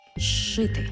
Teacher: У слові «зшити» – «з» – свистячий, поряд «ши» – шиплячий. А разом «з» плюс «ши» на початку слова читаємо як подовжений звук «ш»